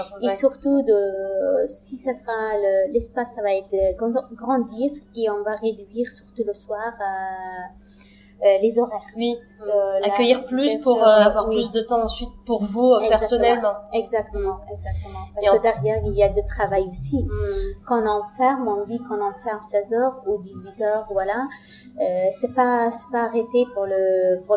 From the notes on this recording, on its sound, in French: Toutes mes excuses pour la qualité médiocre du son, malgré les corrections apportées sur les bruits de fond.